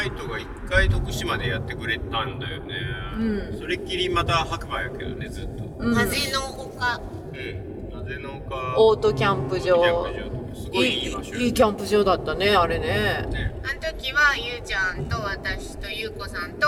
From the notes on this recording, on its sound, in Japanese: 2023年7月22〜23日に開催されたOMM LITE＆BIKE 2023に参加して、道中で収録してきました。会場の白馬村まで車で12時間。行きの車中、1日目の終了後、帰りの車中の3回にわけて収録しています。車中では雑音が多く、ノイズキャンセルしたらエコーかかったような音声になっています。